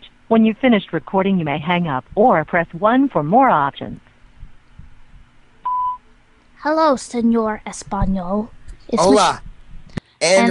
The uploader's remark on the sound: Learning Spanish Over The Phone - Prank Call.